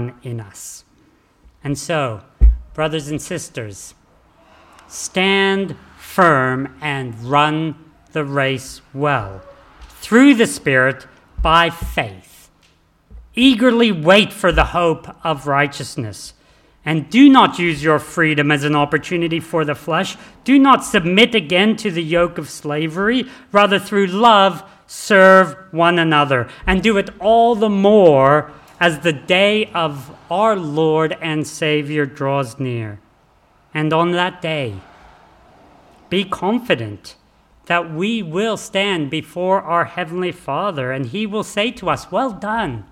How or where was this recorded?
large echoing room